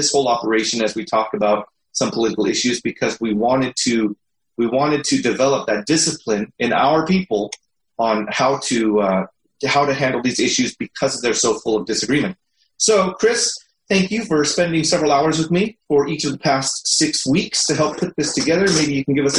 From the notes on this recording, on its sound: These weekly sessions are a held through a Zoom meeting for the discussion time.